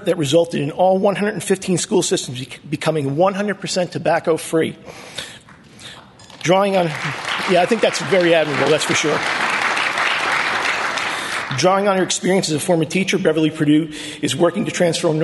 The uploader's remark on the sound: Conference Audio